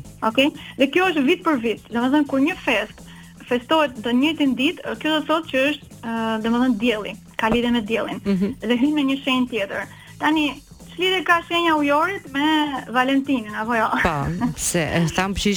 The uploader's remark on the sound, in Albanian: E ftuar nëpërmjet një lidhje telefonike për “Live From Tirana”. Nga Norvegjia.